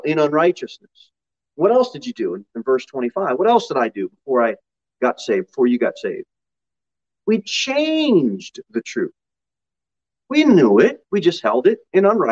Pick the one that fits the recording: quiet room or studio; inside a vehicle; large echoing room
large echoing room